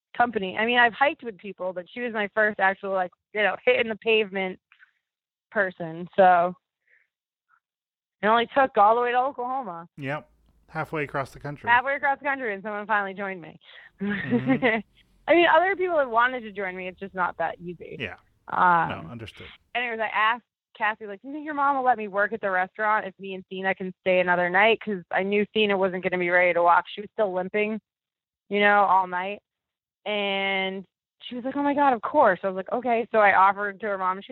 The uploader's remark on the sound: a couple of kids jump into the phone call